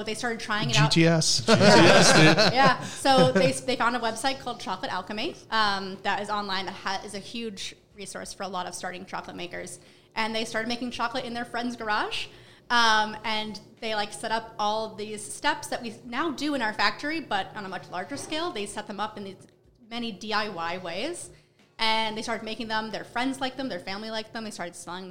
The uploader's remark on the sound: at the New York City Coffee Festival